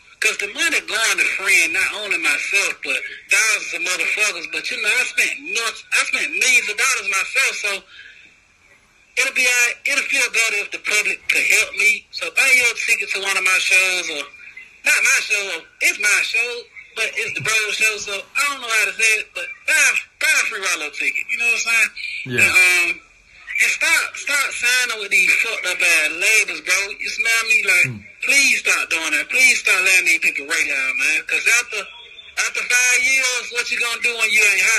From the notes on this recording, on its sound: Phone Interview From Prison. Called us from prison via video phone.